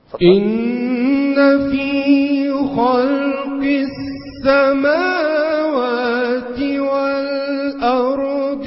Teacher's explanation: نرقق الهمزة نفخم الضاد نسكنها كويس